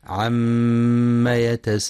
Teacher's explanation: ينتبه القارئ في كلمة عم لعدم إثبات ألف بعد الميم، فلا يقرأ عما، وينتبه لغنة الميم المشددة فهي أكمل ما تكون وقفا ووصلا